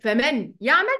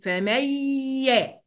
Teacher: هشيل النون خالص واخش على الياء · Shown in: second take · هقولها كده فميا. · Term: الادغام